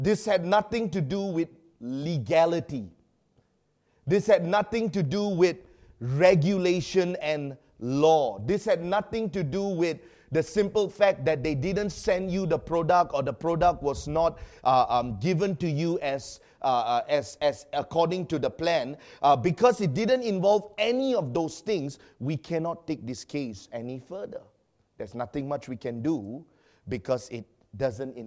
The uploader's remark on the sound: preached during our Sunday evening service